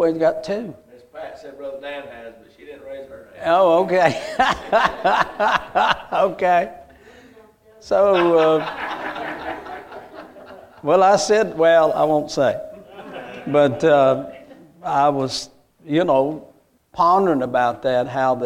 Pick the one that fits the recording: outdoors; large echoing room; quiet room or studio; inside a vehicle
large echoing room